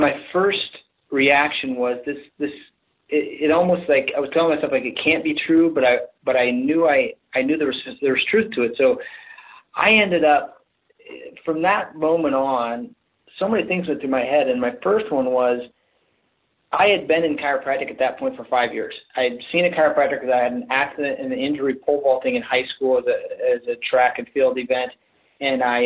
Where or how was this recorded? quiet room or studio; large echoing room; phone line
phone line